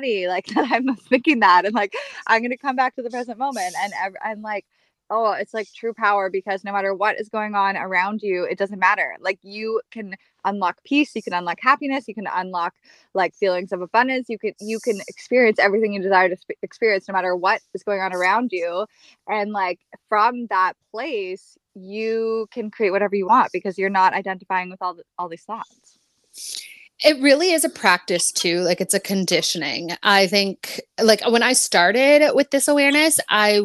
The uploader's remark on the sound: There are few lags in my sound, with my internet connection- I apologize!